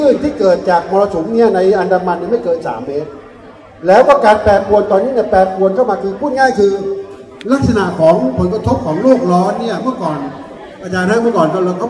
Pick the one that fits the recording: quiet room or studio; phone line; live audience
live audience